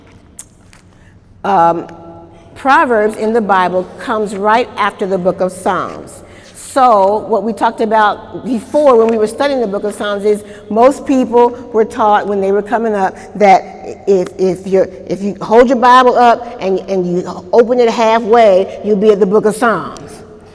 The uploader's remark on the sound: During Wednesday night service on October 3, 2018